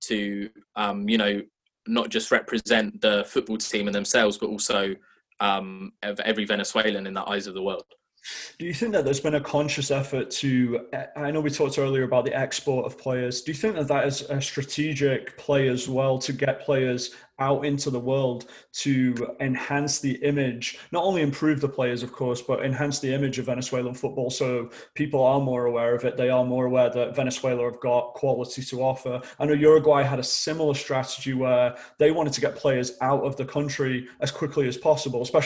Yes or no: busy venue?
no